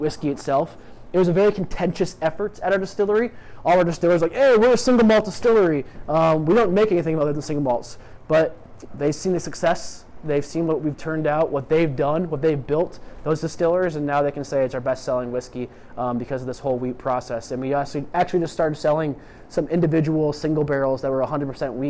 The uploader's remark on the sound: Live from the world’s best whiskey bar, Delilah’s, I record a Drammers - Chicago whisky event.